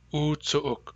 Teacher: That's the key thing that makes it sound East Berkeley, is that U glottal stop U.